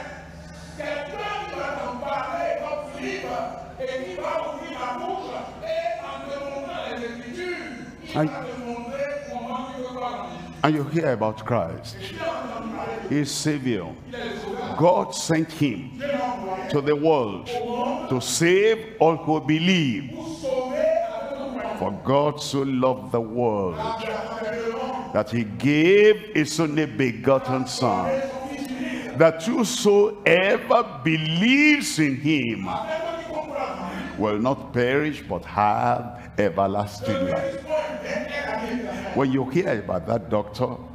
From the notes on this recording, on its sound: live from Lomé, Togo.